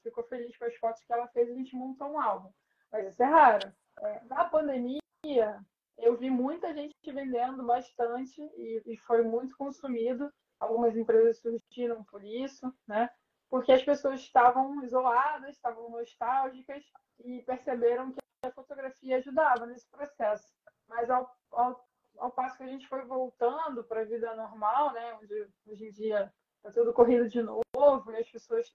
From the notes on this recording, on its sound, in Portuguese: A conversa ao vivo no Insta